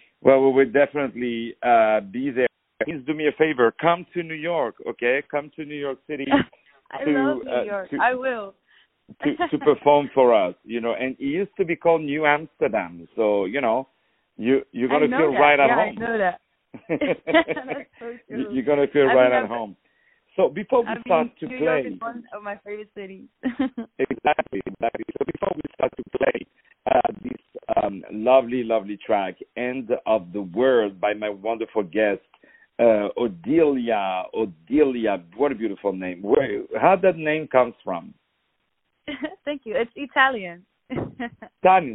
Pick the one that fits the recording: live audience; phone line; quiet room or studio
phone line